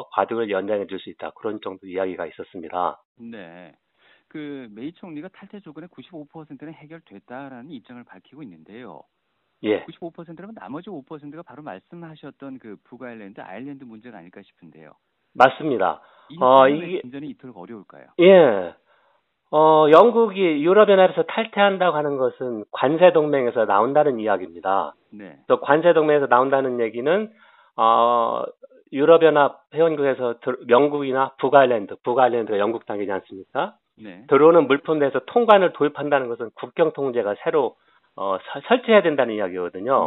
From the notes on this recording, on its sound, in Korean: 대구 MBC 여론현장 전화연결 2018년 10월 23일 화요일 0848~0855